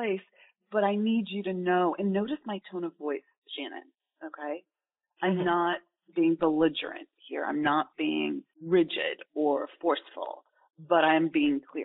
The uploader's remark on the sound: This coaching call has been recorded with permission. Please be aware that this is not a studio recording, and the sound quality may vary.